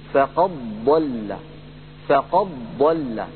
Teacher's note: ينتقل من القاف إلى الضاد مباشرة، بمعنى أنه أبدل الدال ضادا وأدغم الضاد الساكنة في الضاد المتحركة التي بعدها